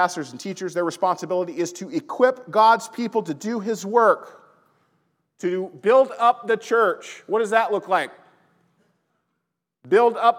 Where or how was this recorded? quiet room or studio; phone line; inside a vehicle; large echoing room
large echoing room